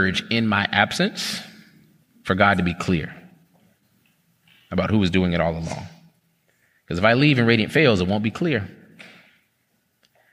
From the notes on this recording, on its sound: This is an excerpt from a TownHall Q&A.